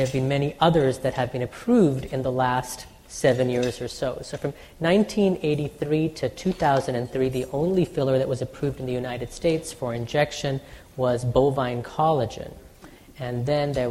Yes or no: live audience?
yes